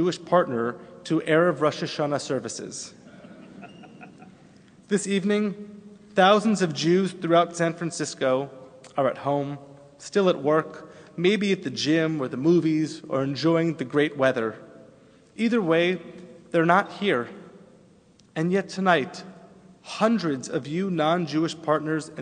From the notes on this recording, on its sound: Delivered on Erev Rosh Hashanah at Temple Emanu-El on 9-28-11.